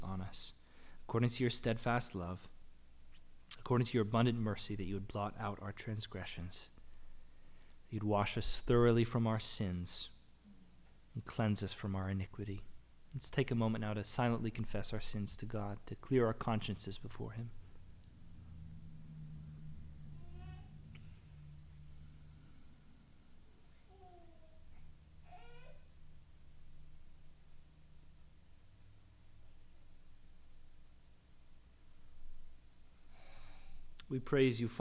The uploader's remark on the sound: The audio recording of our worship service on June 12, 2022.